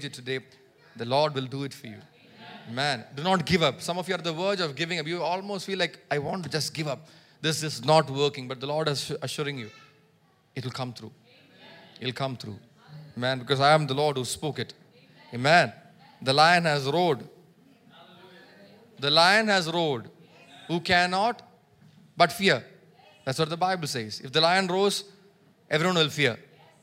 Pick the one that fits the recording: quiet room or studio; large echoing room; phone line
large echoing room